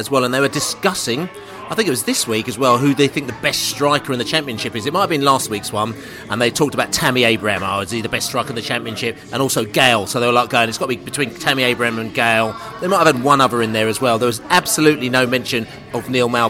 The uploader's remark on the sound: Pre-Match Podcast From The Pub